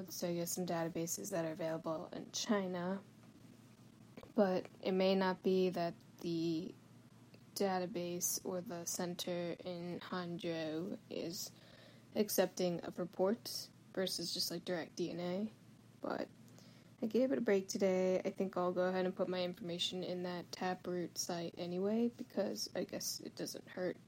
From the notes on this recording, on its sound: SOLO EPISODE. I decided to start the search process and in good fashion, I recorded voice memos documenting the process. When adding up 30 second - 3 or 4 minute recordings, these become pretty lengthy.